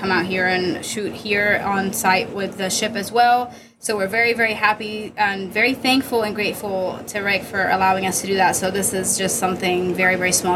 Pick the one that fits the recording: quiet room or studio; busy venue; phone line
busy venue